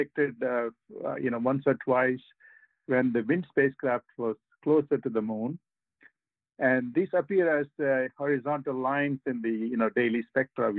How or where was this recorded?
phone line